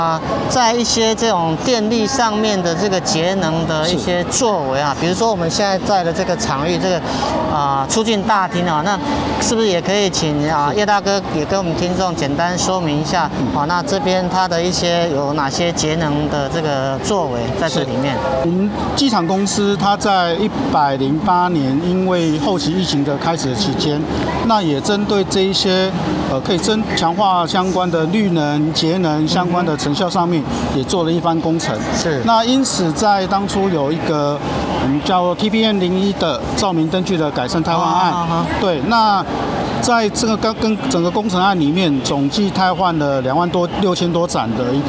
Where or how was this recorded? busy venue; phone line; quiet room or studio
busy venue